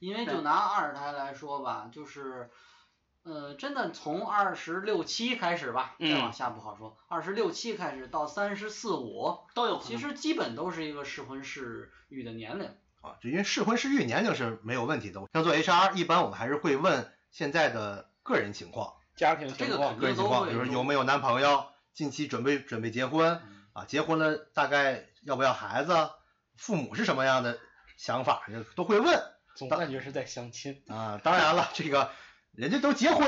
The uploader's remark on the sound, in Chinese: 录音设备出现一些小问题，收音环境比较空旷。